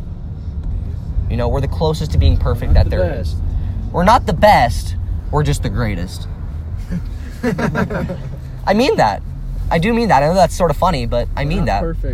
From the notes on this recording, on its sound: Recorded backseat with the buds.